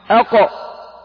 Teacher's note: تتخلص العرب من شدتها بالقلقلة أي بتباعد طرفي عضو النطق